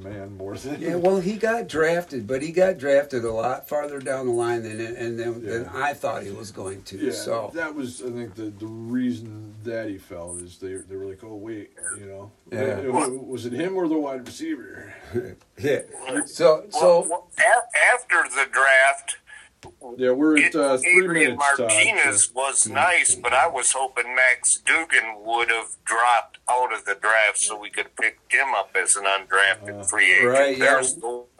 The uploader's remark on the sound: Called in during the second half of the show.